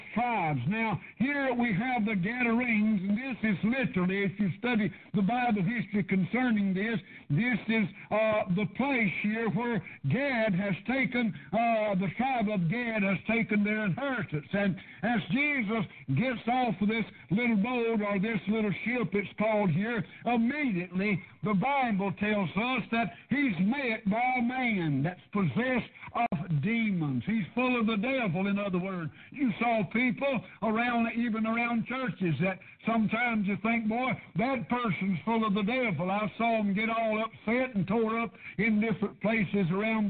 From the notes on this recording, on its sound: PREACHED PRAYER BAPTIST CHURCH